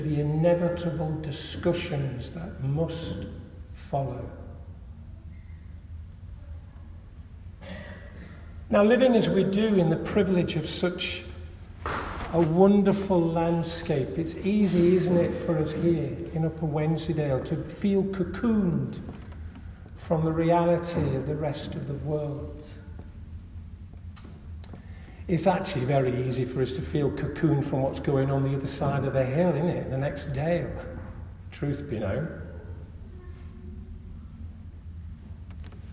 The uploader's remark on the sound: This audio recording was taken from the Remembrance service for the community of Hawes and Hardraw at St. Margaret's Church in Hawes.